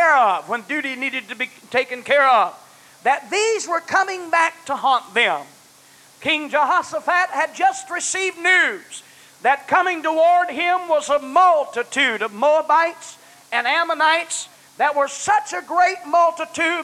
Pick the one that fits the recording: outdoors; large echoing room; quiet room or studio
large echoing room